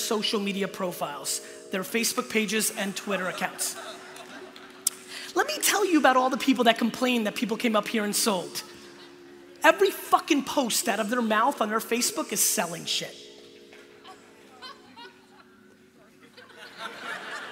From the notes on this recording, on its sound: This episode is from a keynote